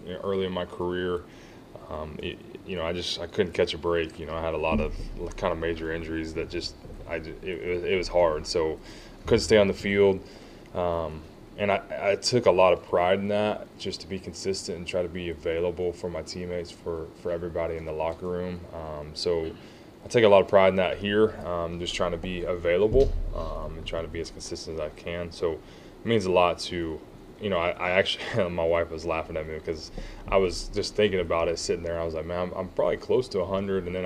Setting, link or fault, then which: setting, busy venue